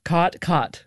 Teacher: you have what's called the cot merger, or in linguistic circles, the low back vowel merger